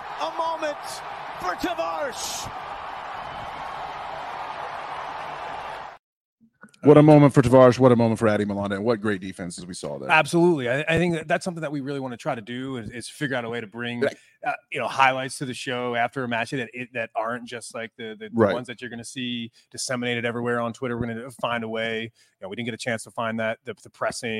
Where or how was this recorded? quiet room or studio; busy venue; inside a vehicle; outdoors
busy venue